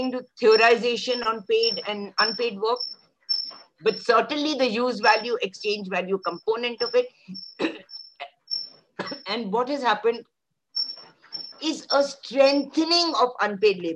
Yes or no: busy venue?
no